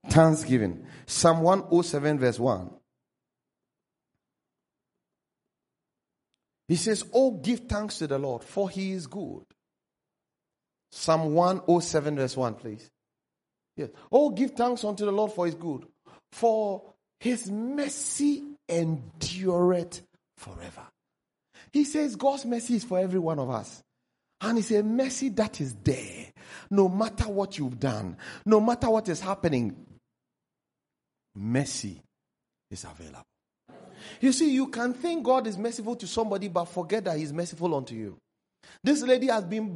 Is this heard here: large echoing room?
yes